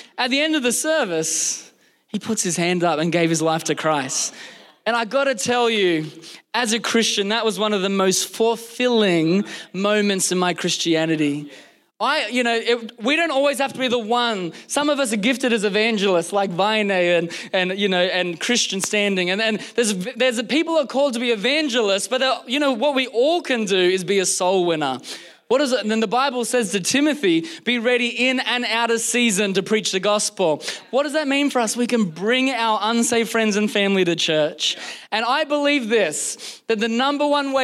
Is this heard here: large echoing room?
yes